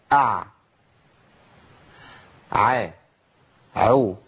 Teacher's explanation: يعني امنع النفس تماما، ما تخليش النفس يطلع مع العين. قول كده ع ع عو، ما قولش ع عو ع، سامعين نفس؟ · بعبع العين يعني اظهر فيها الجهر، انقطاع النفس